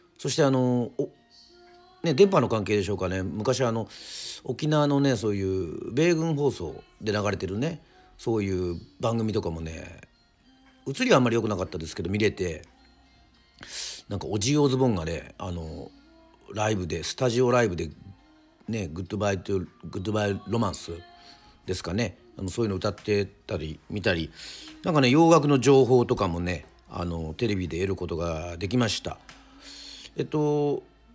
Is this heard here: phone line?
no